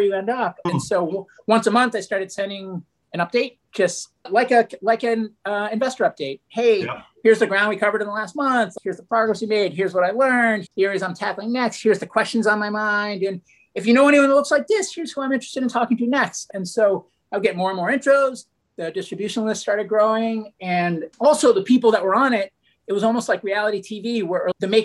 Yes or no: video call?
yes